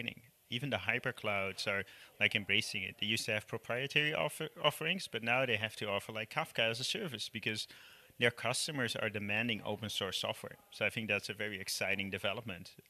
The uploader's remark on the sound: recorded during the Open Source Leadership Summit